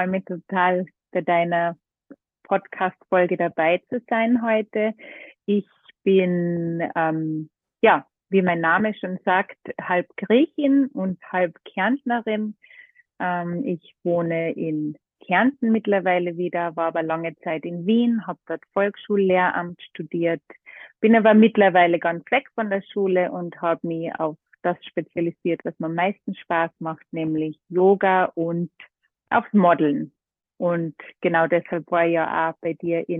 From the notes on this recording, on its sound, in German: plaudert mit mir ganz ungezwungen am Telefon